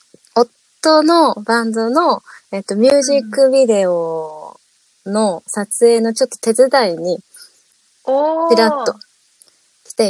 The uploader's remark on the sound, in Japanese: リアルに深夜11:30にリモート会議で収録。